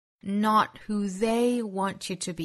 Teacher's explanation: not,尾部的 t,我们顿掉